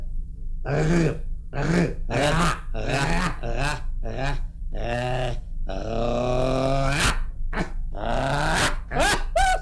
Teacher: Consonanta R, de pildă, se pronunță ducând vârful limbii până în cerul gurii și făcând o tremurătură